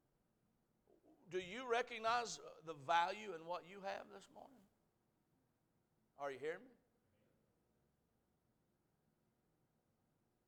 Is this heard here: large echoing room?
yes